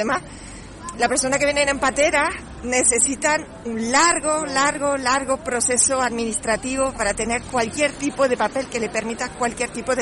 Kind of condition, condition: setting, outdoors